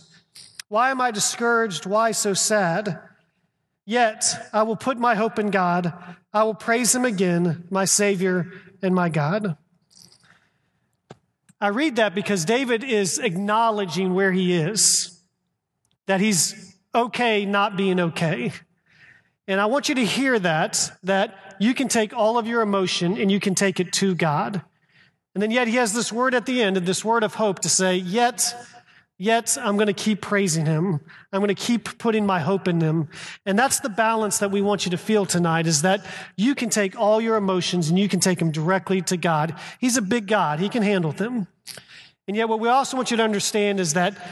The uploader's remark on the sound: A recording of our live event